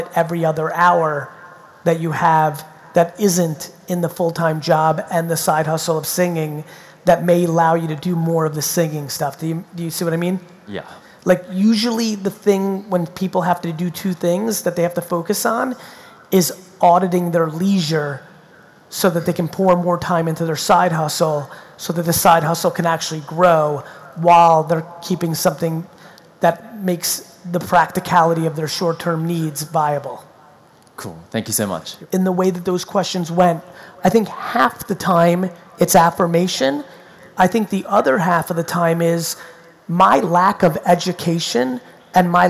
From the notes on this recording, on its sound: Sydney 2019 Keynote. My recent keynote from my trip to Sydney.